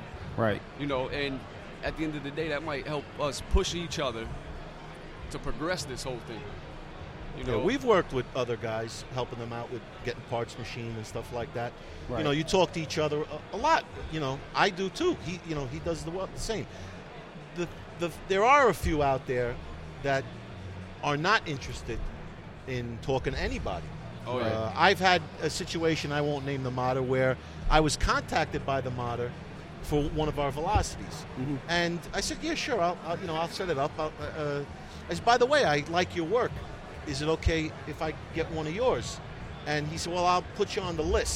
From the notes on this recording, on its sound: Live From Vape Northeast. Our live broadcast from Vape Northeast VP Live.